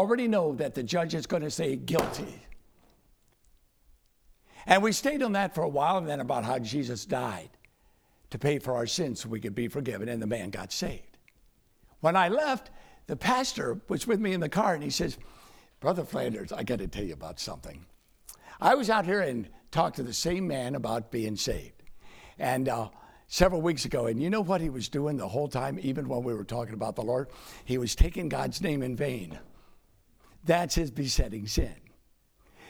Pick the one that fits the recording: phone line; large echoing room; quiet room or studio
large echoing room